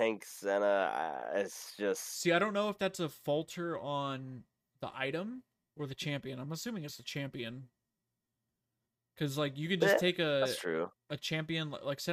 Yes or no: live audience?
no